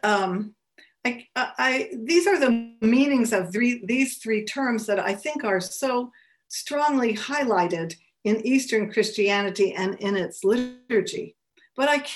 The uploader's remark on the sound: A webinar lecture. Co-presented by the Lumen Christi Institute and the Godbearer Institute.